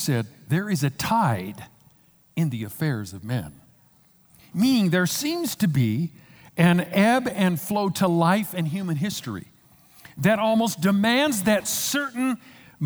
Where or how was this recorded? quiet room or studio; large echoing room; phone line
large echoing room